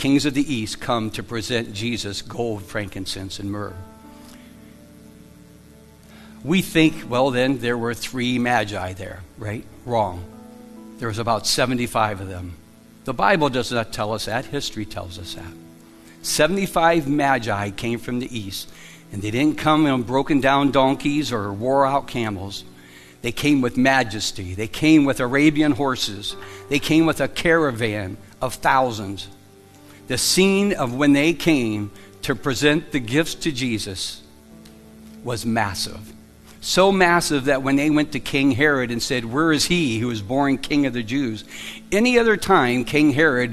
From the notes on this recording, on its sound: Live from The Summit Church in Dover, OH